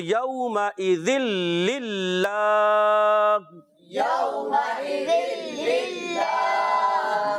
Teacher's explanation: ادغام تو صحیح ہے مگر بلا غنہ، مال غنہ نہیں ہوگا، کیونکہ جب لام اور را آئے گا تنوین کے بعد یا نون ساکن کے بعد تو پیارے بچوں وہاں ہوتا ہے ادغام بلا غنہ، بغیر غنے کے ادغام کرنا ہوتا ہے